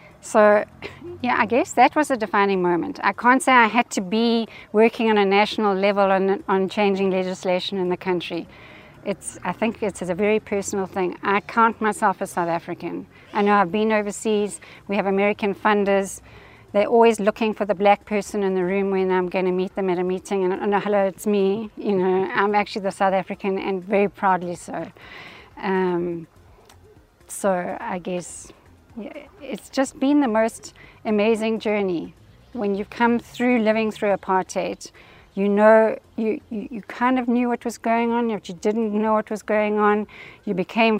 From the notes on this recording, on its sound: Live from the Heritage Tour's 1st stop in Durban